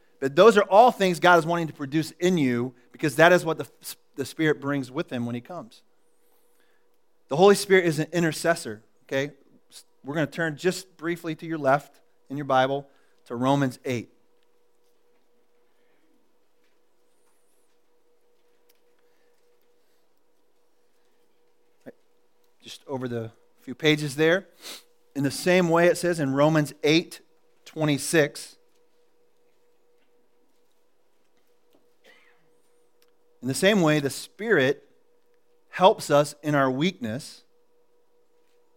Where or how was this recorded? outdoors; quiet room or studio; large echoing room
large echoing room